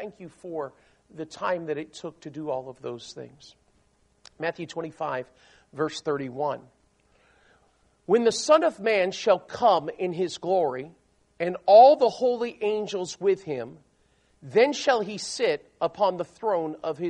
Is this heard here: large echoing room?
yes